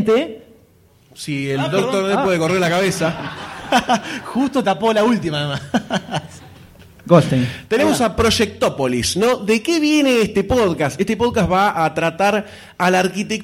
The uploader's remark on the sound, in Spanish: Porque fue grabado EN VIVO, con todo nuestro hermoso público, el que tiene mas aguante en el universo. Hubo debate, hamburguesas, muchas fichas de chocolate, proyecciones, sorteos y mucho amor. Realizado junto con el público.